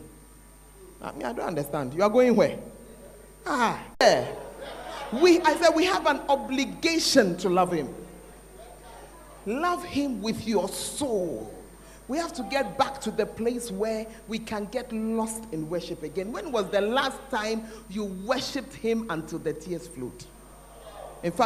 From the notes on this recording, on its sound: Preached at The Art Of Evangelism Conference